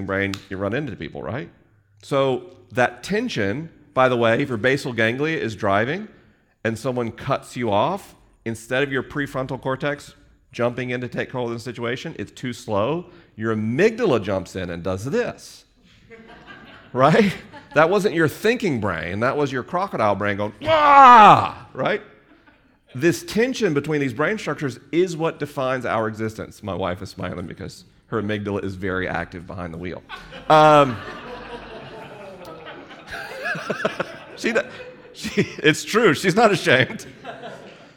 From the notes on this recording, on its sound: This episode was recorded live in Los Angeles. The questions were unscreened and the answers unrehearsed.